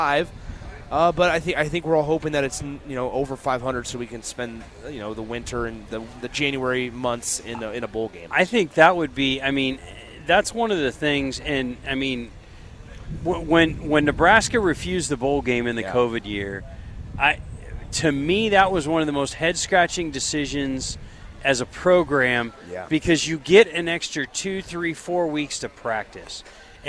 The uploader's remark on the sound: LIVE from Lincoln Airshow